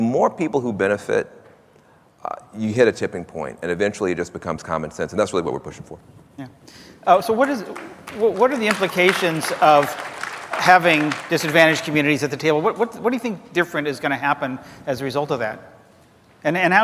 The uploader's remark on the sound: The best of live interviews from GreenBiz events.